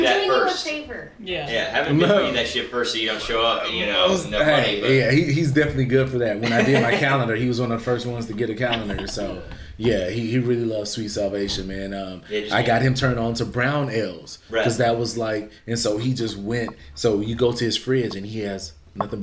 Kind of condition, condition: setting, busy venue